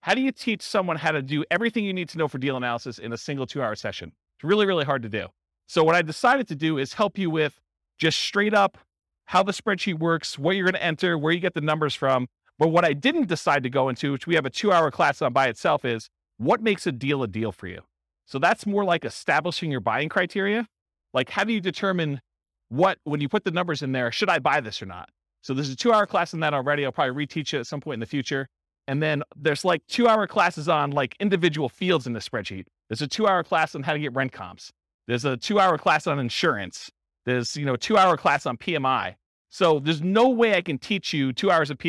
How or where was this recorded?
live audience